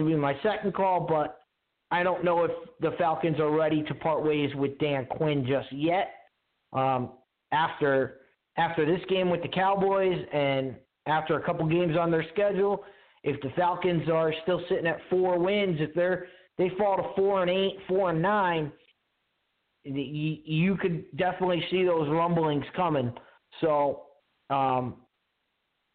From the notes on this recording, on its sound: your phone calls